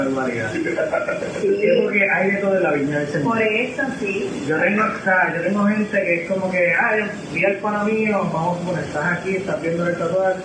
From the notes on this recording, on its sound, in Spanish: Debido a problemas con el filtro de ruido el audio tiene bastante eco.